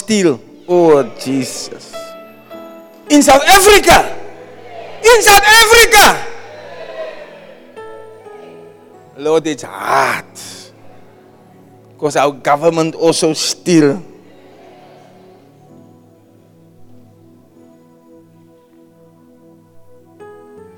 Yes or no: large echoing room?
yes